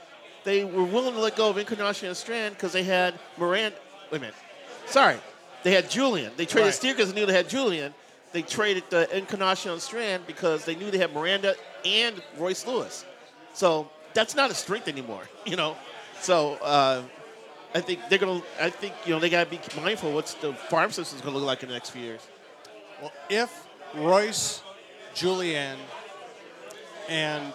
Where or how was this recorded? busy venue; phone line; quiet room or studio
busy venue